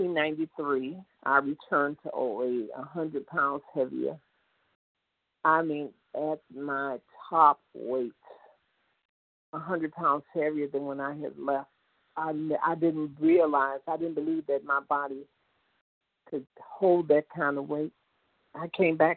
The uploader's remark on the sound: 100 Pounders Phone Meeting